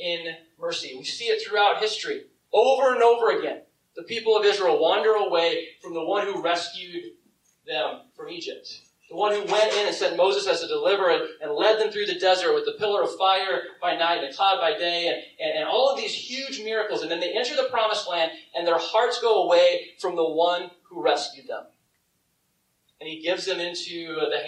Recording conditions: poor sound quality